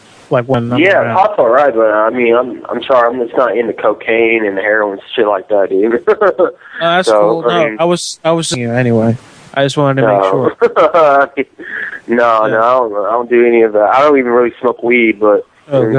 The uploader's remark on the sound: Prank Phone Calls Collection.